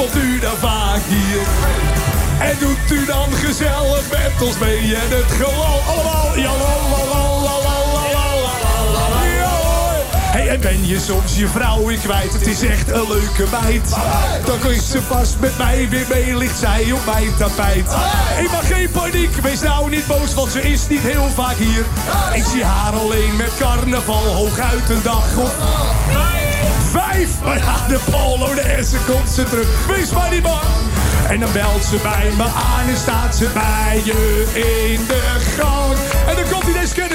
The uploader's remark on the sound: Live Vanuit LowLands Op 3FM.